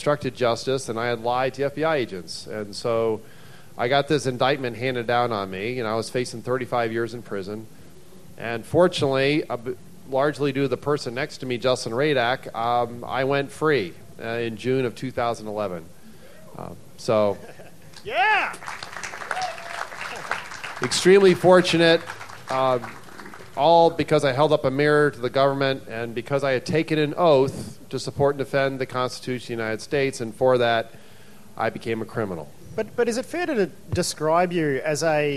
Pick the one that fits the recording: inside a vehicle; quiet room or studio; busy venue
busy venue